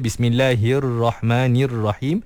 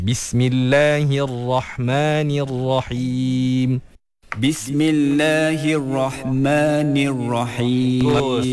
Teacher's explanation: Baris bawah dah cantik, tapi ra tu kena tebalkan lagi. · Shown in: second take · Term: ra yang tebal